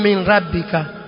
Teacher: kwa sababu nun sukun pale iko lakini haisomi kwa sababu inaingizwa kwenye herufi ya mbele · Term: idgham bila ghunna